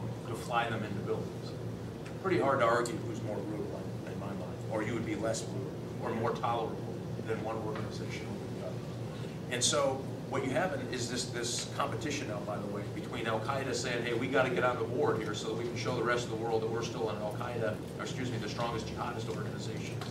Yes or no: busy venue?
yes